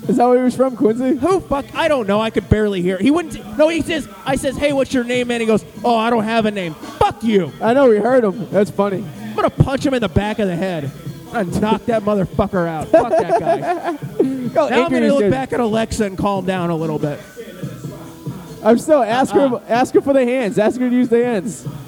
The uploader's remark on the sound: First Live event broadcast from the Bar Room Boston MA. The whole gang is there. From Wicked Good Internet Radio.